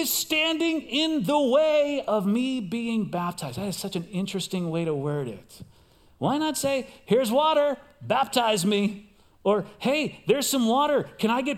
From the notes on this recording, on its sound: Recorded live at CrossWinds Church on July 23, 2023.